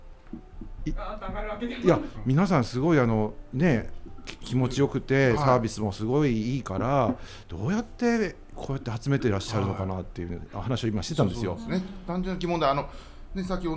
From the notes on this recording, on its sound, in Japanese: 今回は スカイスパYOKOHAMA さんにご協力いただき、施設内のレストラン・KOOでの収録！スカイスパのある 【横浜】。